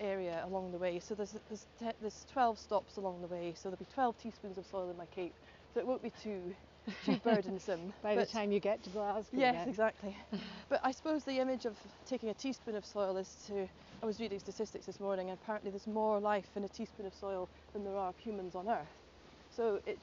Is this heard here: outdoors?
yes